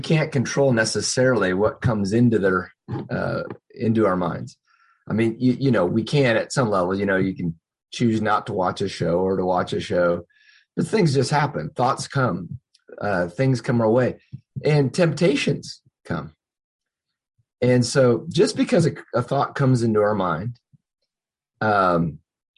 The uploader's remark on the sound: Believers Church’s ZOOM Q&A.